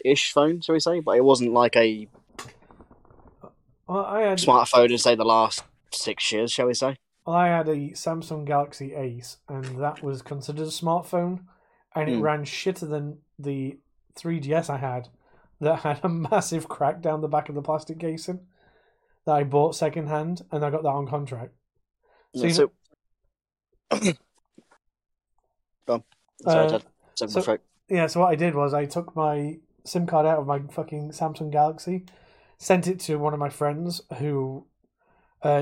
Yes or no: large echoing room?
no